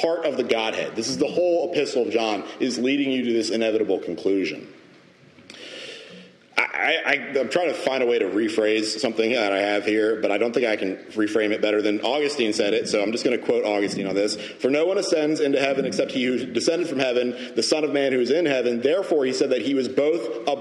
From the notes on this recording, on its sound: Message delivered Sunday, April 30, 2023 at Mt Carmel Primitive Baptist Church, Bel Air